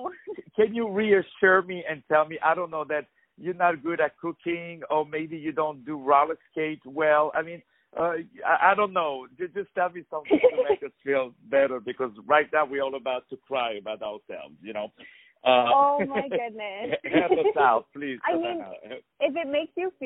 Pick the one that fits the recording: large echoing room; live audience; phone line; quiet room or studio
phone line